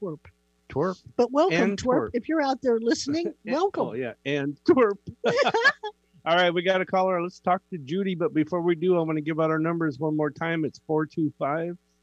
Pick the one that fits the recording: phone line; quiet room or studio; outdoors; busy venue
phone line